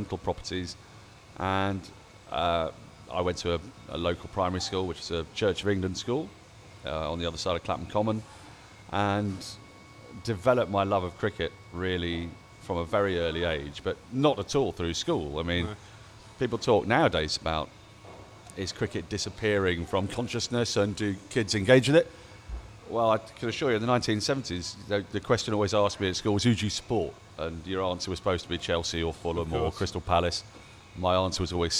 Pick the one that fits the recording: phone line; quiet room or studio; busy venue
busy venue